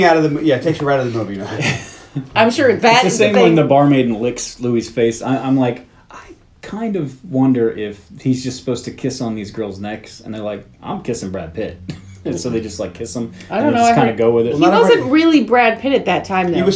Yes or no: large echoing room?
no